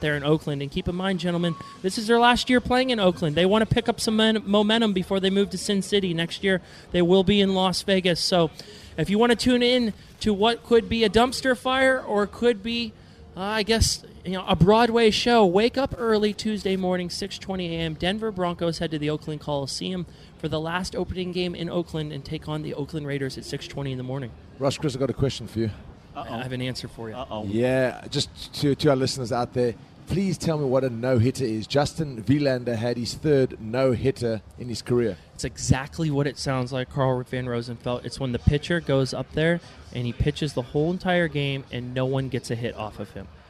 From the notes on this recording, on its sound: From our original home, Barasti. Live in Abu Dhabi.